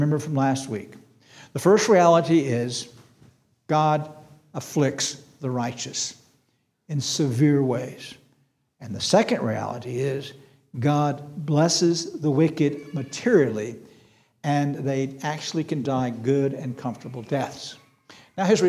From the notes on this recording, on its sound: This sermon was preached on April 2, 2023 at Antioch Presbyterian Church, a mission work of Calvary Presbytery of the Presbyterian Church in America located in Woodruff, South Carolina.